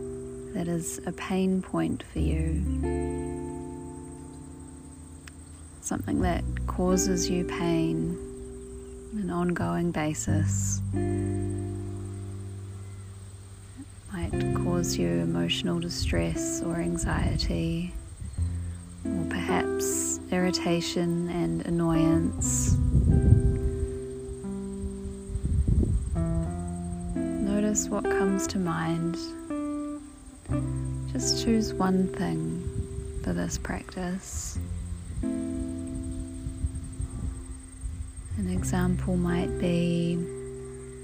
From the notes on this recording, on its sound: I attempted to record this one outside, apologies for the rumbling wind!